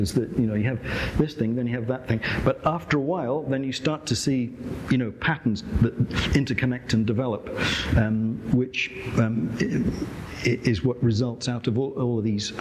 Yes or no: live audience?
yes